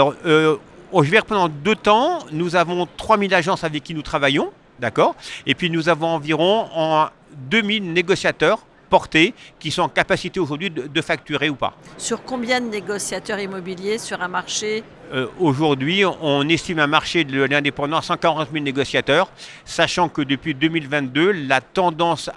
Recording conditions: busy venue